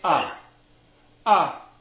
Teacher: Sephardim tend to pronounce the kamatz as a. Unless they're from a community where they really make the distinction for the kamatz katan, kamatz gadol, but the regular kamatz, they'll do a.